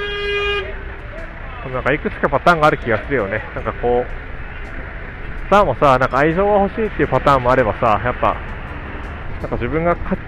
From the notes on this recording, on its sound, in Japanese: カイロの街を歩きながら。